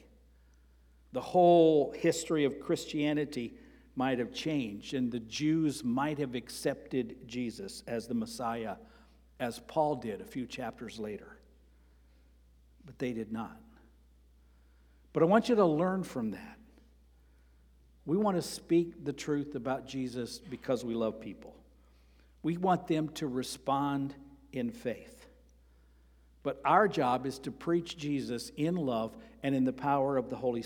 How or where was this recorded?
large echoing room